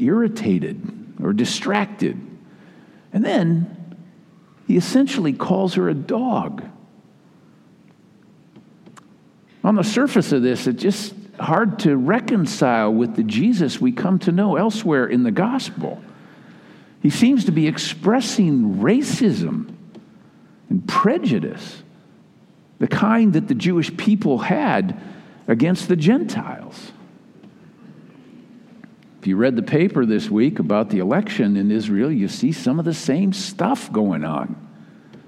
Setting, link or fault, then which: setting, large echoing room